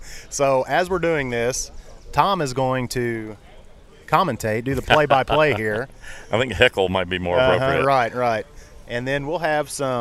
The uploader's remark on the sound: shooting on location from The Break's annual Sponsor Appreciation Event.